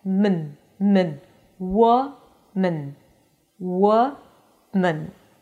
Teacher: It's an M sound, a schwa, a reduced vowel, and then an N.